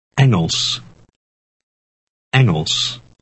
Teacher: Engels. Note that the beginning of the word is pronounced eng and not ing